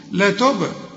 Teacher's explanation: الباء هنا لازم تقلقل لأنها عليها السكون